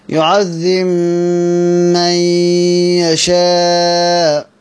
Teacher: اذا هتغن لانها صارت ميم مشددة، والميم المشددة من اكمل الغنات